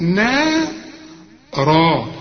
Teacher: نام تفتكر ولا واحد نام، يبقى النون بالمد بتاعها مرقق نارا، الراء هي المفخمه لان كل راء مفتوحة مفخمة